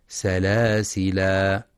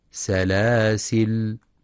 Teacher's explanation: فلينتبه القارئ برواية حفص من طريق الشاطبية في كلمة سلاسل لفتح اللام، فلا يقرأ بالتنوين وصلا سلاسلا، وعند الوقف عليها يجوز أن تقرأ بإثبات الألف سلاسلا، أو بحذفها سلاسل